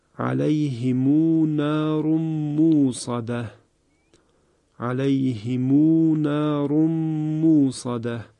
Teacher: در هر دو این کلمه به صورت غیر محموز خوانده شده است